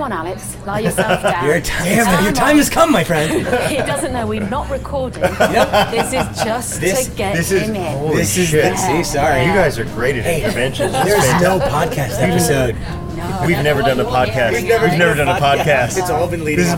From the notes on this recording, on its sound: Recorded at Larchmont Bungalow in Los Angeles, CA.